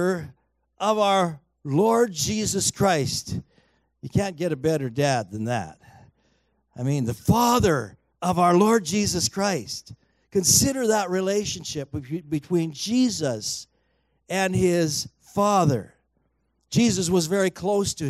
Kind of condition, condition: setting, large echoing room